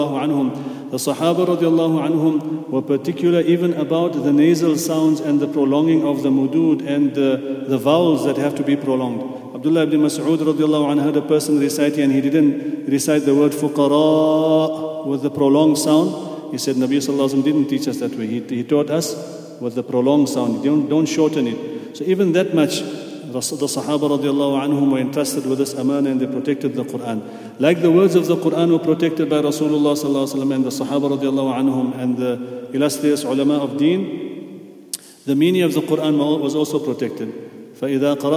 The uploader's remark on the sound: at the Houghton Masjid (West Street)